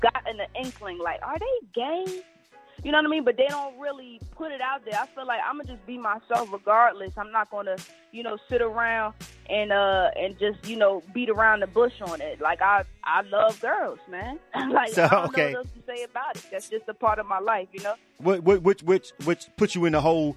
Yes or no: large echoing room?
no